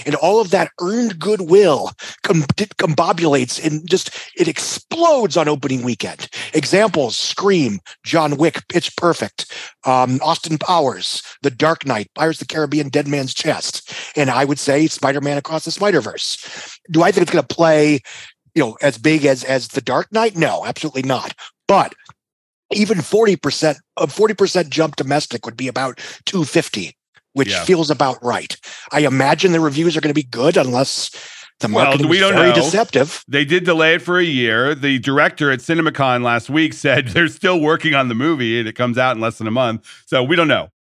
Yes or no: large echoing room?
no